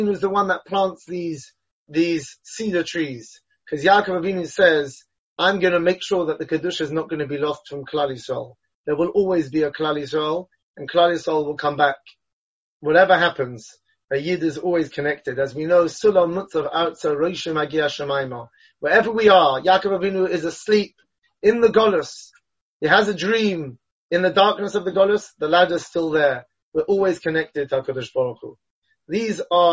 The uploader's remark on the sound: Delivered and recorded over Zoom.